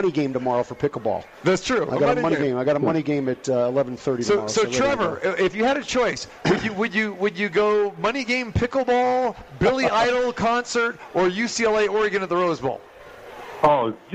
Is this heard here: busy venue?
yes